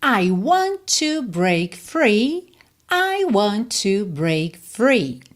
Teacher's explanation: você já percebeu que want e to você junta num T só, want to, tá?